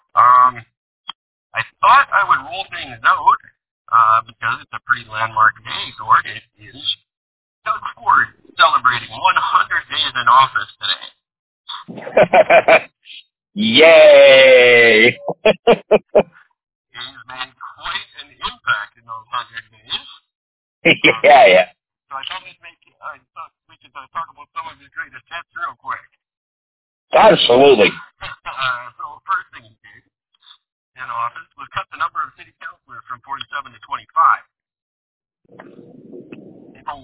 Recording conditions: poor sound quality